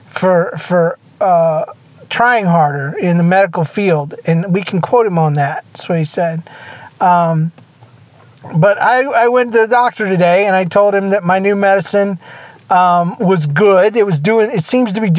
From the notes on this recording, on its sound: Just me sitting in my truck waiting on my glasses to get fixed.